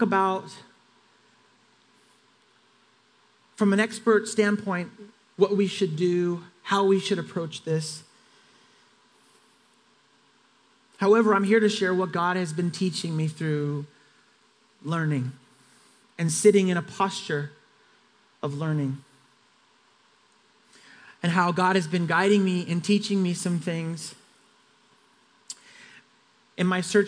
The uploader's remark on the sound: Grace Church of La Verne.